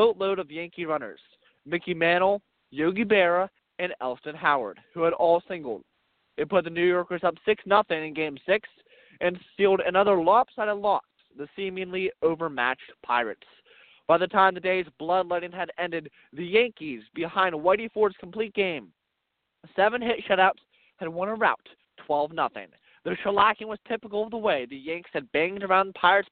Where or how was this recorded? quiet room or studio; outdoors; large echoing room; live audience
outdoors